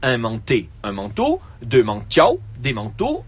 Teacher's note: Alors, à ce moment-là, la différence se fait par le timbre de la voyelle finale. Et au singulier, yao au pluriel.